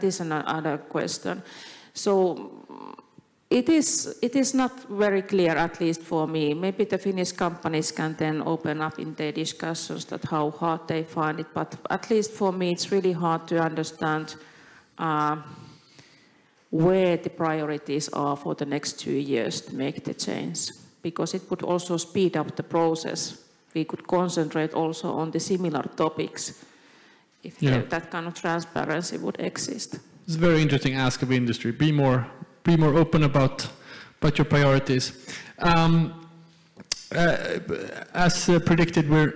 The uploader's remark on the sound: We revisit a talk from the Helsinki edition held in May of this year. In this live panel talk.